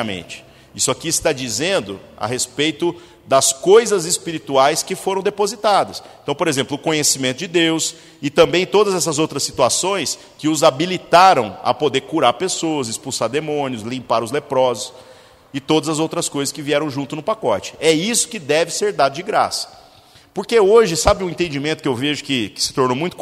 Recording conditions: large echoing room